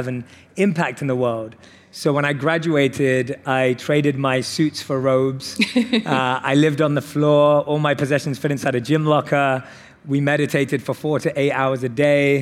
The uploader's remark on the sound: on stage at In goop Health